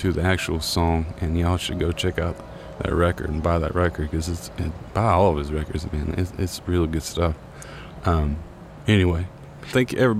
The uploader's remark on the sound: I recorded this first episode out on the deck of my loft studio, so there are some really nice ambient neighborhood sounds happening. I also played some piano and mixed it in underneath everything.